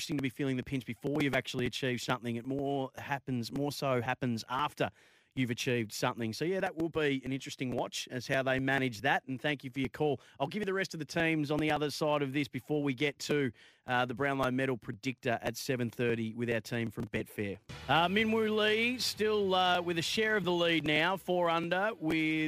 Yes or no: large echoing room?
no